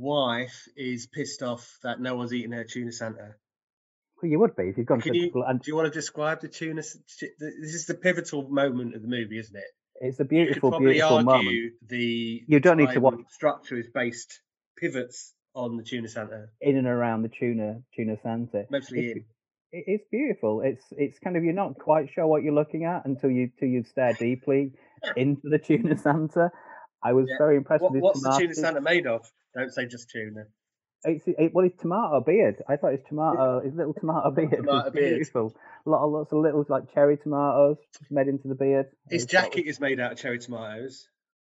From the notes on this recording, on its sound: Despite sounding like we’re recording in a tiny cupboard, 20,000 leagues under the sea, somewhere in the future-past, using only string and paper-cups.